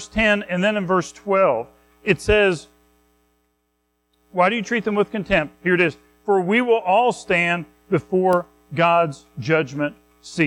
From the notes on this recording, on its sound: Recorded at Madison Baptist Church in Madison WV.